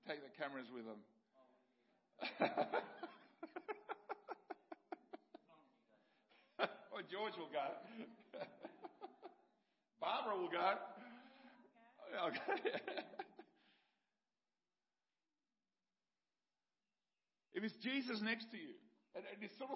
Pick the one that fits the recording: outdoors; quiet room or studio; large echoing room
large echoing room